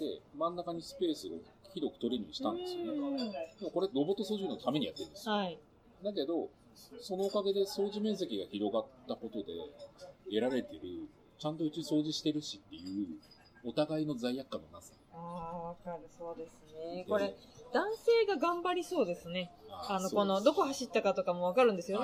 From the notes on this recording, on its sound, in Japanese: 喫茶店で収録したため、BGMがかなり入り込んでしまいました……がんばってノイズ除去にチャレンジしたのですが、聴きづらい箇所もあります。